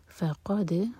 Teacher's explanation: فا لائٹ قاف ہیوی دال پر قلقلہ